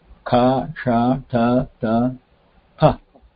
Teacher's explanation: it starts from the back of the vocal apparatus and moves to the forward.